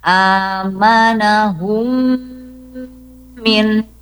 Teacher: Maka bunyi M-nya dibaca dengung, ya. Bunyi M-nya dibaca dengung atau bigunnah, dengan gunnah. Jadi bunyi M-nya lama. Hukumnya idgham mimi, ya.